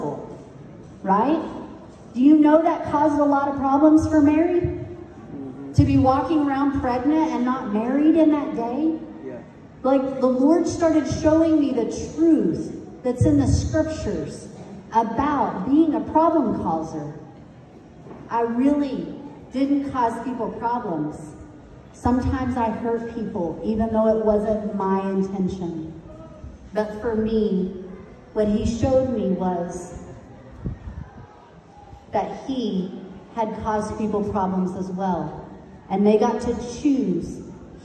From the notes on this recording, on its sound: Got to spend the morning with the students at Tuba National High School! Shared with these 400 9th-12th grade students.